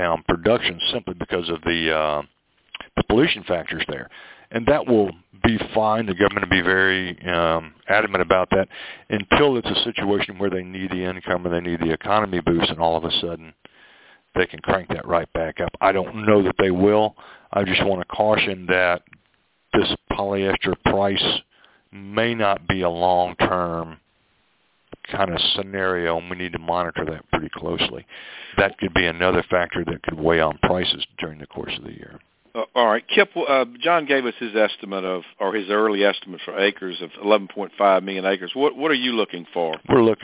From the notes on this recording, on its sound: Monthly Conference call